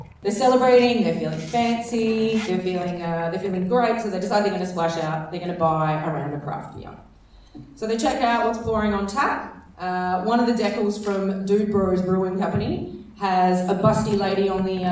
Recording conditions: busy venue